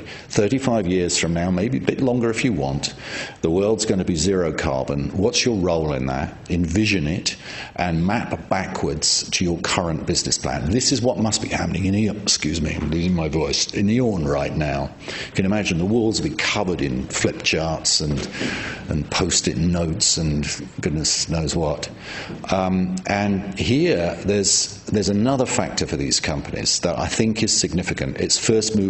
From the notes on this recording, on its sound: At this lecture.